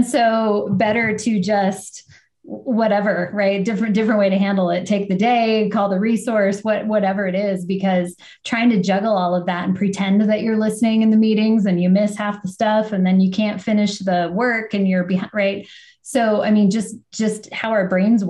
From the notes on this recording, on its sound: Think of it as a video podcast with a live interactive audience.